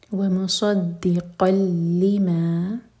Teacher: لما دو سلبل والا ورڈ، لی پر زور